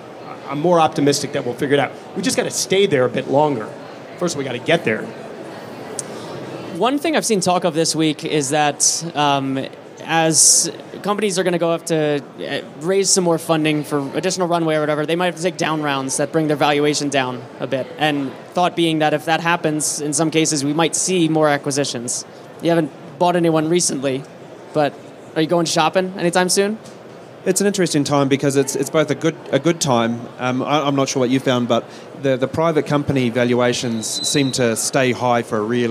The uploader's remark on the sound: Live from Space Symposium 2023. Live from the Redwire booth at Space Symposium 2023!